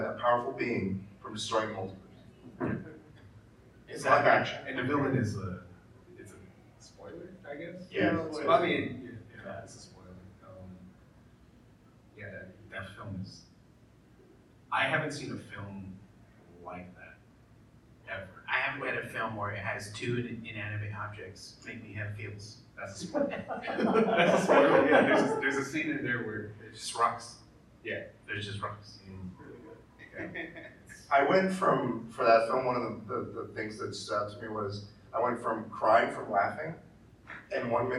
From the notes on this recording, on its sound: LA Comic Con 2022. We delivered and gave a crazy panel with a WILD audience in attendance! Audio is not as clean as regular episodes due to change of equipment at the show.